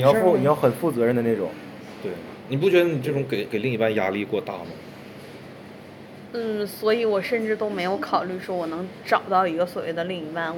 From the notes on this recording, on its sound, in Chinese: 这一期在麦当劳录的，可能会有很大的杂音。